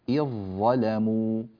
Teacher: والذال تذهب بالكلية ويصير النطق بظاء مشددة